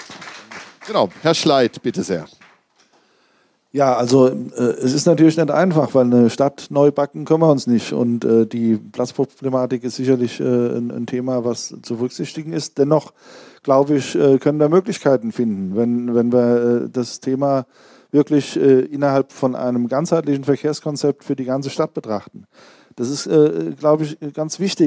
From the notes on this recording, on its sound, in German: Sachma - Der Podcast - LIVE aus dem Kulturcafé Groß-Gerau. Talkrunde.